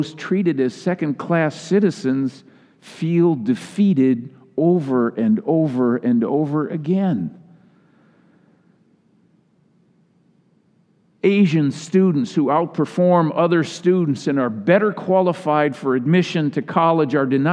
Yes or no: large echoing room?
yes